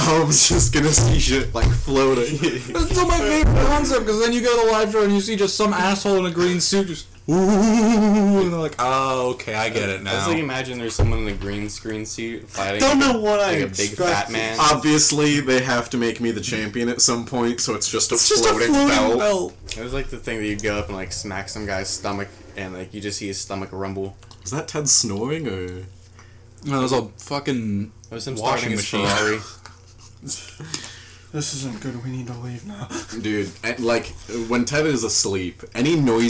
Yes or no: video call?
no